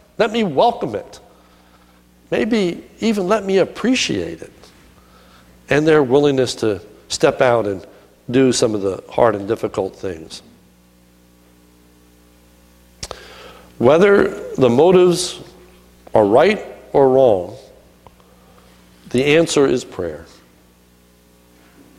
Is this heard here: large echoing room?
yes